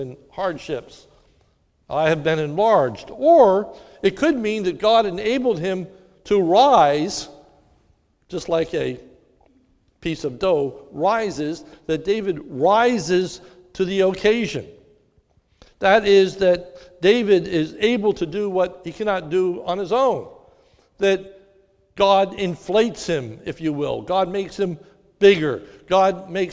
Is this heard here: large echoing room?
yes